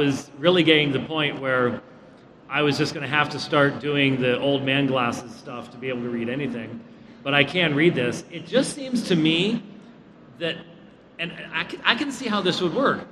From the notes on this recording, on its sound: Recorded before a live audience at G3.